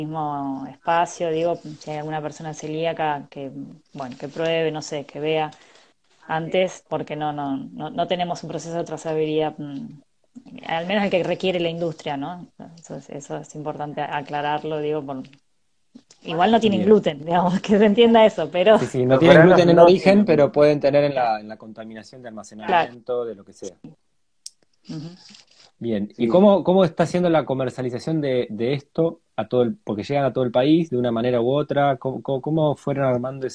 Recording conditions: video call